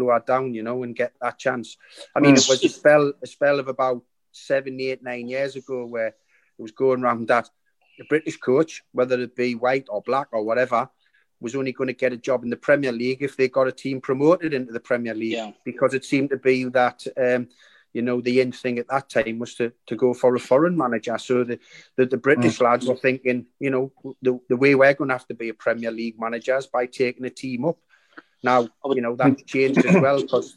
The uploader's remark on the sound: recorded via Zoom